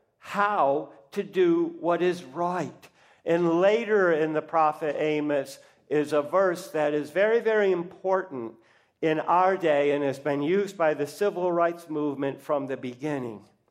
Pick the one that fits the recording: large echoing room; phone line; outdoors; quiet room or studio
large echoing room